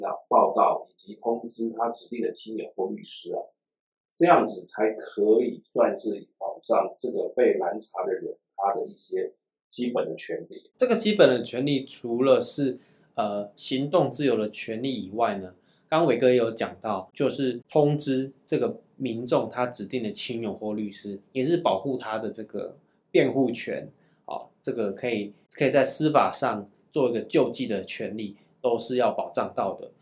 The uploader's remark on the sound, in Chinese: 本集錄音出了一點狀況，還請多多包涵